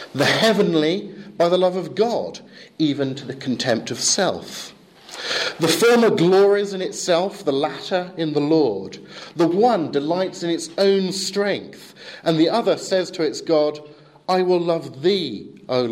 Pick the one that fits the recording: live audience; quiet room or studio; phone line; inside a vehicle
live audience